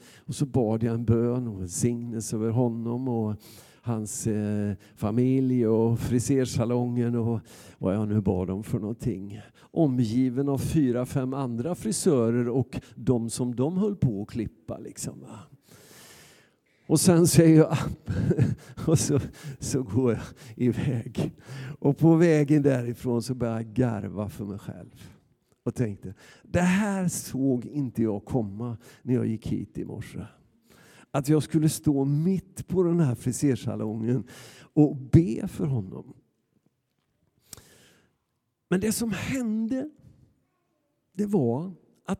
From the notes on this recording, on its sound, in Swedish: Inspelning från Immanuelskyrkan Skövde.